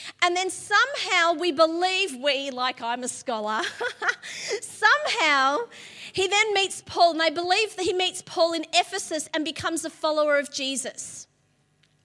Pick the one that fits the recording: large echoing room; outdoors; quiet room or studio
large echoing room